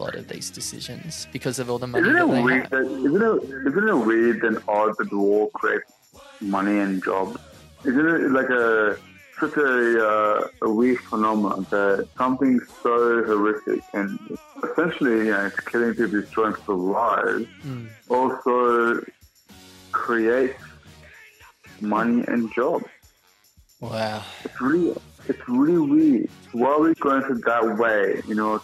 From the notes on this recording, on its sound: An Over-The-Phone Interview. All our podcast episodes are pre-recorded at an independent studio in Sydney, Australia.